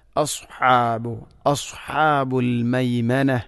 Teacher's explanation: ഉലൈക അസ്ഹാബു, അതും ശ്രദ്ധിക്കുക. സ്വാദിന് പകരം സീനാവാൻ പാടില്ല.